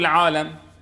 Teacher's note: على سبيل المثال، يمكن أن أقول أنا مثلا رب العالمين، فأفخم العين كما يفعل بعض المناطق، مثلا عندنا في سوريا يفخم العين